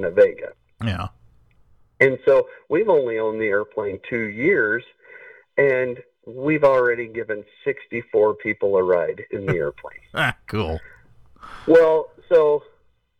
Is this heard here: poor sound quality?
no